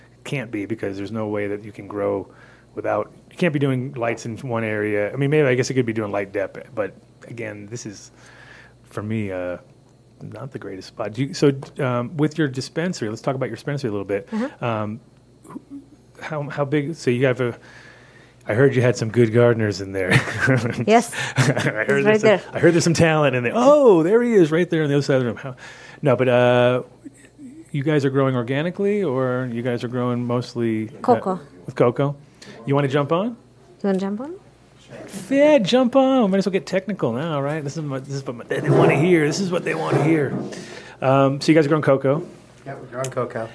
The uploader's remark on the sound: Live From The Coffee Joint.